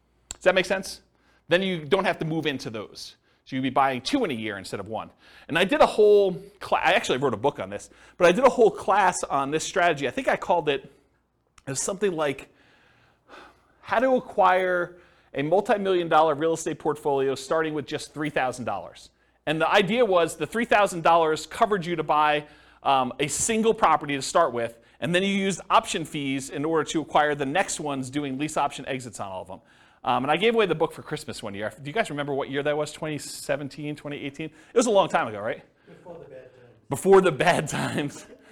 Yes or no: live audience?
yes